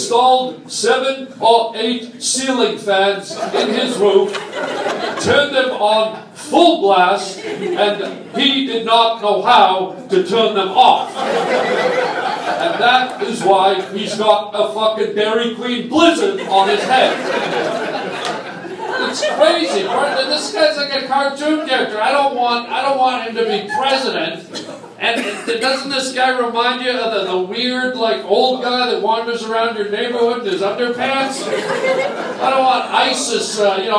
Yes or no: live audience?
yes